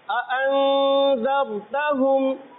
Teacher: دو حمزہ آ رہے ہیں دونوں حمزہ کو خوب ظاہر کر کے پڑھیں گے